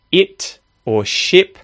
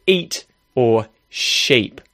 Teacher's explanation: I, as in the word it or ship, versus the vowel sound E, which is in, say, eat or sheep. So the word it is slightly more neutral. It's more relaxed in the face · Shown in: first take